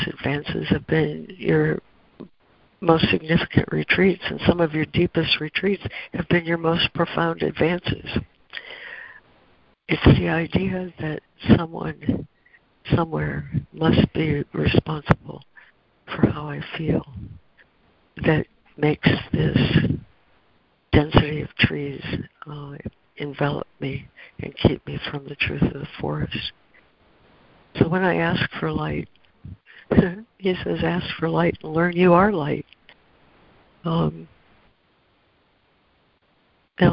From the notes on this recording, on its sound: ACIM Daily Conference Call.